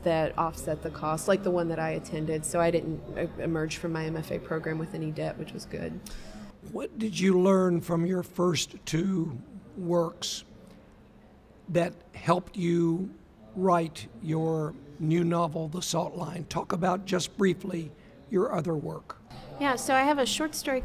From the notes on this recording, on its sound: Recording at the 36th Annual Kentucky Book Fair.